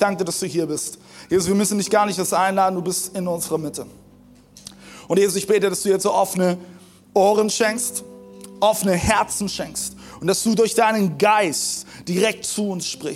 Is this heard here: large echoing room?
yes